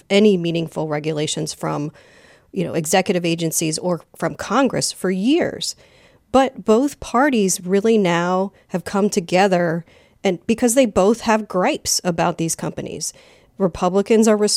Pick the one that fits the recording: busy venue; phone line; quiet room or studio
quiet room or studio